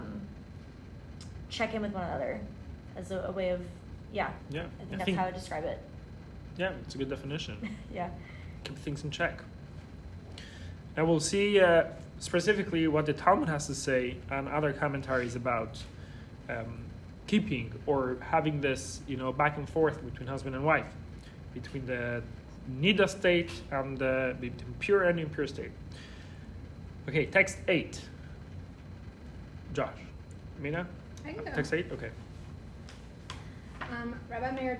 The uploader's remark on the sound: This episode is a recording of Lesson 3 of the Wednesday Night Torah class at YJP, a JLI course about relationships, marriage, and intimacy.